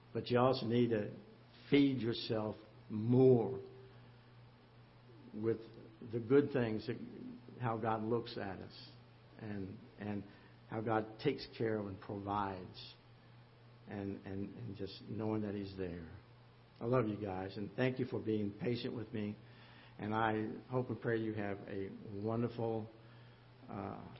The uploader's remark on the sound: Ketha Heights Baptist Church ~ Live Broadcast